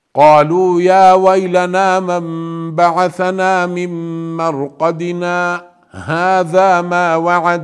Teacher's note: إذا أردنا الوصل يوجد سكت خفيف من غير نفس. يعني قالوا يا ويلنا من بعثنا من مرقدنا، هذا ما وعد الرحمن وصدق المرسلون.